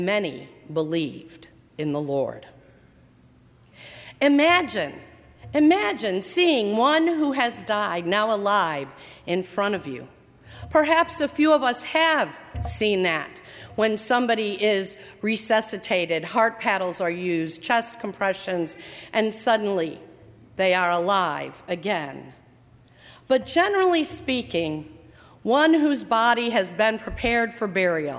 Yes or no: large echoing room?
yes